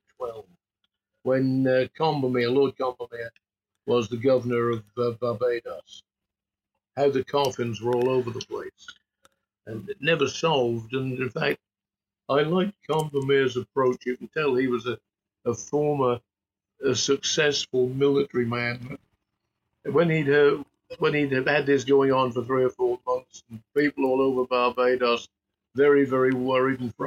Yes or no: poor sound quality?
yes